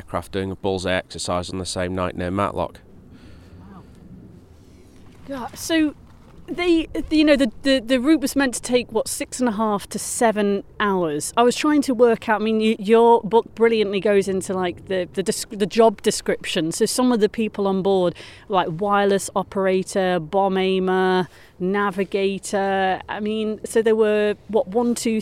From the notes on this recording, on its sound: They were recording sat at the memorial site on Bramah Edge.